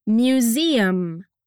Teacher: Tem que fechar os lábios para fazer o som de M no final.